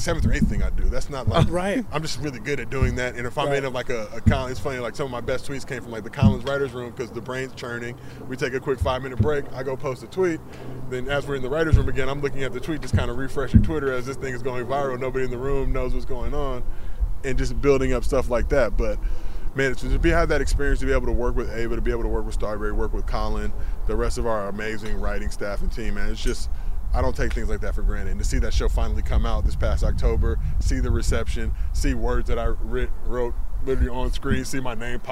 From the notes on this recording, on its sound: at the driving range to hit some golf balls